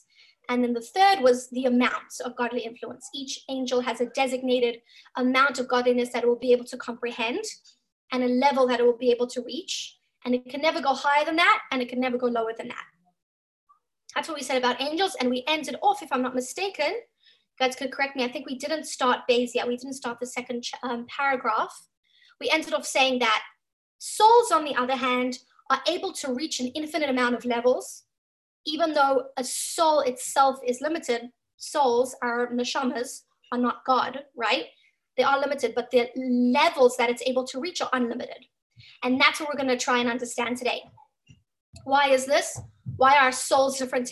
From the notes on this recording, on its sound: Zoom Class